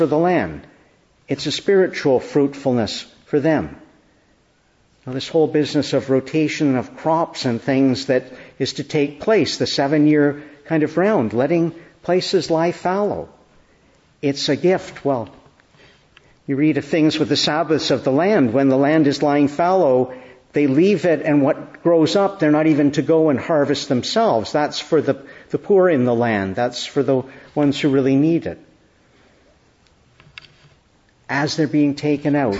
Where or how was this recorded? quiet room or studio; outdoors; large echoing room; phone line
large echoing room